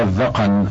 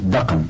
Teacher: هو الذقن بفتح الذال والقاف، والعامة تقول دقن بالدال المهملة وإسكان القاف